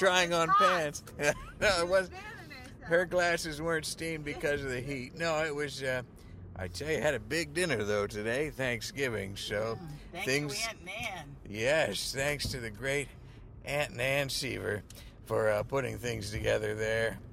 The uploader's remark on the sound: A Thanksgiving special episode, recorded largely in a moving vehicle as it hurtled through the pre-dawn parking lots of Pennsylvania.